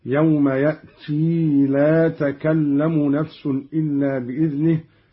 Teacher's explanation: قرأ قالون بإثبات الياء بعد التاء في قوله تعالى: يوم يأتي هكذا، يوم يأتي لا تكلم نفس إلا بإذنه حالة الوصل فقط، وإثبات الياء على الأصل.